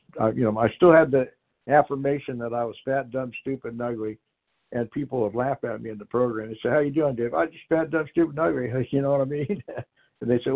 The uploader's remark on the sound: Qualification from the 100 Pounders Phone Meeting.